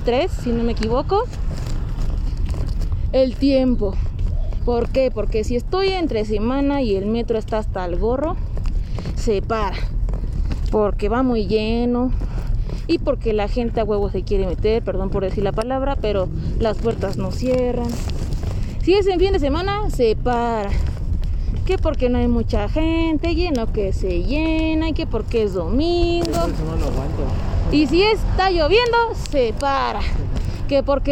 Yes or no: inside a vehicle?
yes